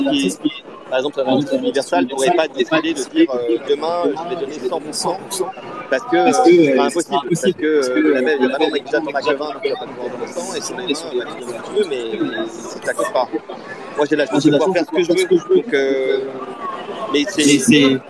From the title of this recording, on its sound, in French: Live depuis la Non Fungible Conference